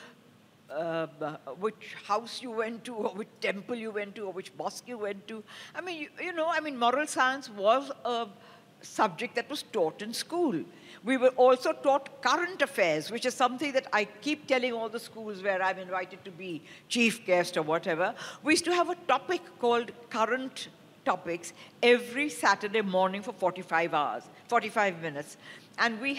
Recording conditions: live audience